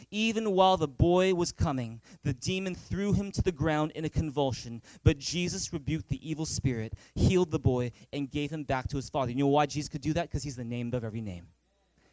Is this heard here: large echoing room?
yes